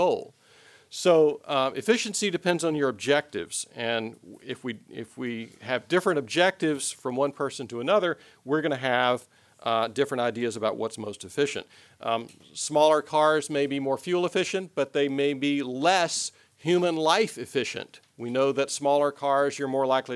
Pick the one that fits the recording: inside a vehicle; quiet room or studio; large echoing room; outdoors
large echoing room